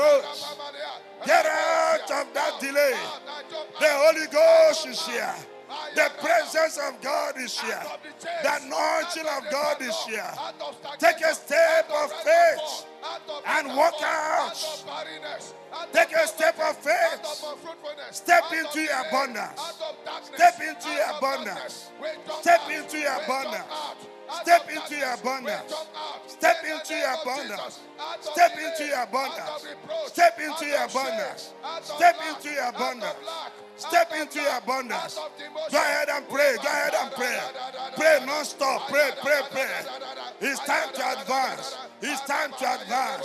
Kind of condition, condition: setting, live audience